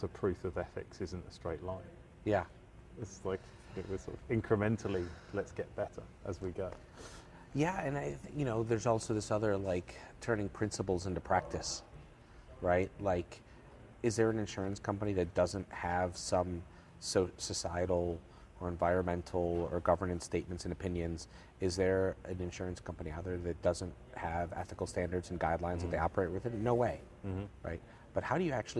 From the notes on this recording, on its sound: Live from InsureTech Connect Vegas. Live from InsureTech Connect Vegas.